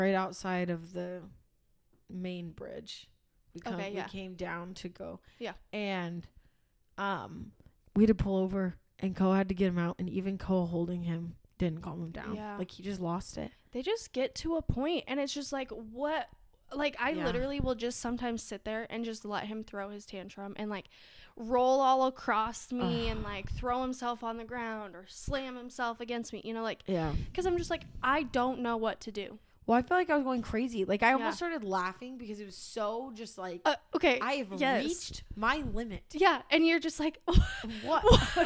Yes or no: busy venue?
no